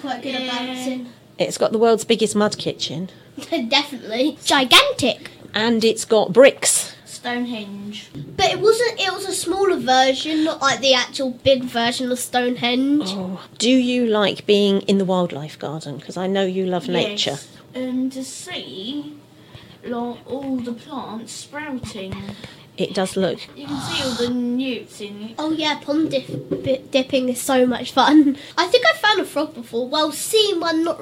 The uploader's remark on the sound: The children are the sound engineers and therefore the volume fluctuates!